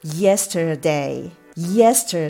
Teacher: 4番目のポイントがアクセントは yes 頭の方にあります